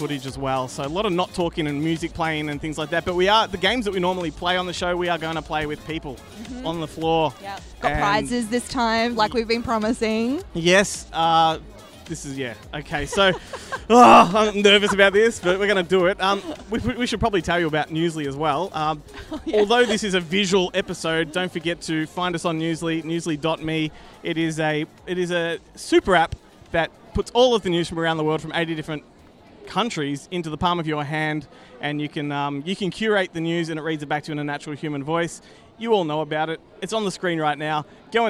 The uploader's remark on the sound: Live from Oz Comic Con - Melbourne